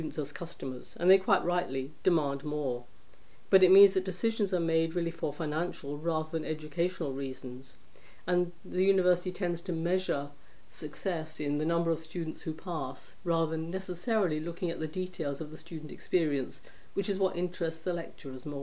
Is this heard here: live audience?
no